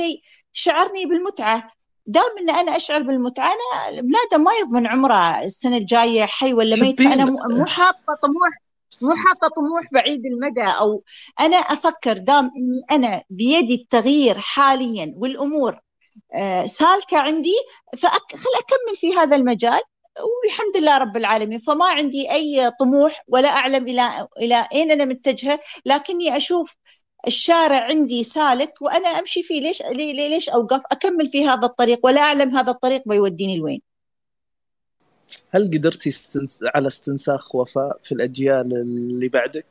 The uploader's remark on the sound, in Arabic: تسجيل لمساحة ابن رشد الأسبوعية على منصة تويتر.